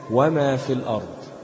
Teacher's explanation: ومثال الياء: وما في الأرض، الياء بتاعت فيه هتسقط لالتقائها مع اللام الساكنة في كلمة الأرض